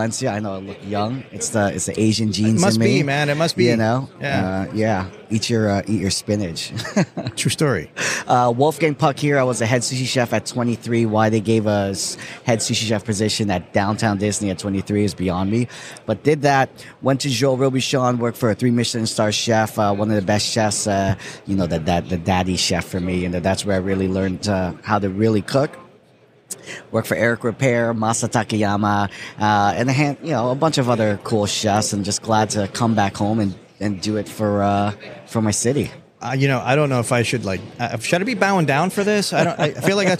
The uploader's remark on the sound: This is a short interview we were fortunate to record while at the NAFEM23 show in Orlando.